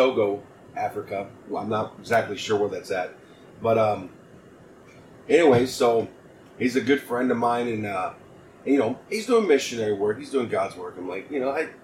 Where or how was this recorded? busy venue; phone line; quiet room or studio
busy venue